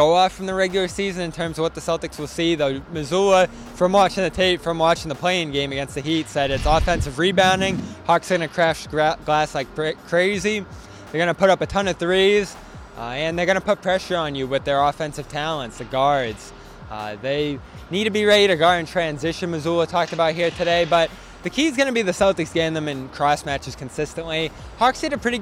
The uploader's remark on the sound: BRIGHTON, MA. Reports LIVE from the Auerbach Center after the Celtics practice.